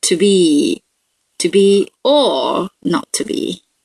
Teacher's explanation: you can hear the or is longer and louder